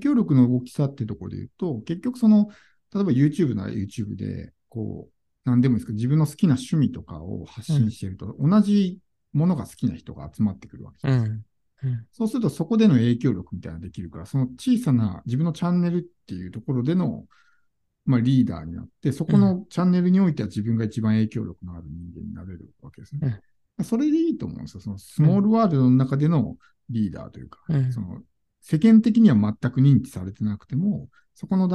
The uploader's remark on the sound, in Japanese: ZOOM個別相談（スポットコンサル）の音声をシェアします。ポッドキャスト用に収録したものではないので、一部聞き取りづらいところがあります。